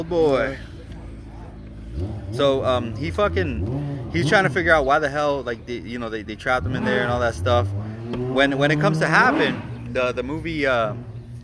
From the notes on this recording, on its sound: sorry about the noise we recorded it outside and our neighborhood is kinda noisy